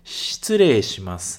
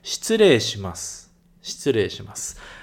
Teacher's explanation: É quase um sh sem o som de i